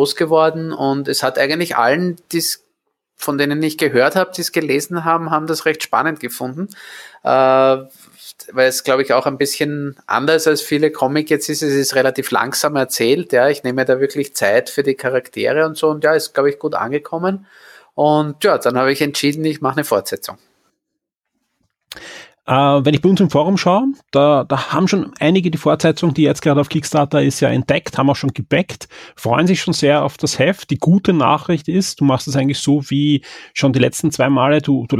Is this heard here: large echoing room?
no